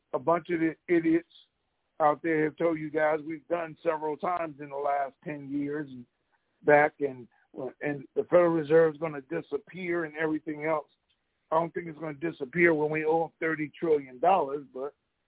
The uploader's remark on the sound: TNTSuperfantastic Conference Call